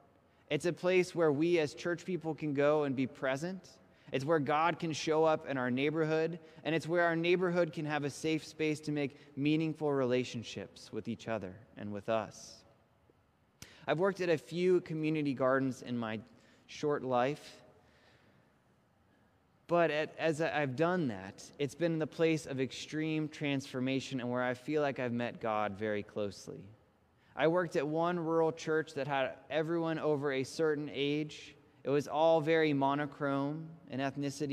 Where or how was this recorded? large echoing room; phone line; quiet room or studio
large echoing room